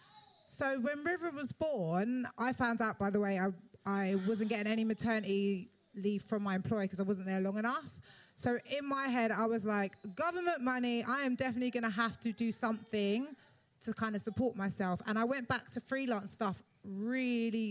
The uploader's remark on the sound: Part 2 of 'Badass Mums Live' at the Roundhouse